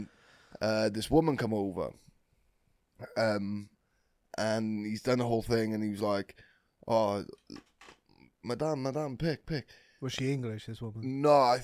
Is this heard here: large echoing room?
no